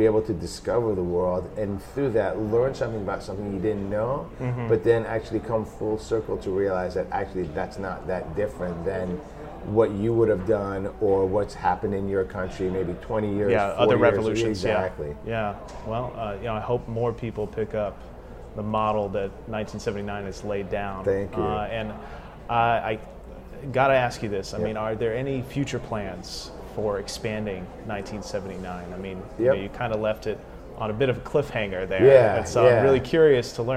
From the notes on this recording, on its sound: Interview recorded at GDC 17.